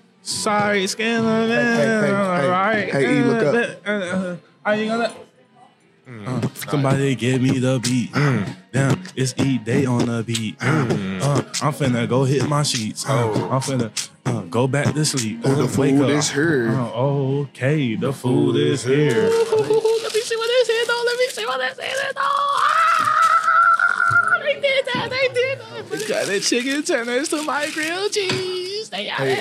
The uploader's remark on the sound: Recorded at Eskimo Joe's on Tuesday, December 19, 2023.